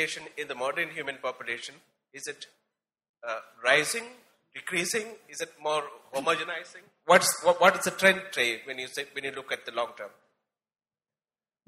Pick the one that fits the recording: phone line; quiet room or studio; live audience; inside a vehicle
live audience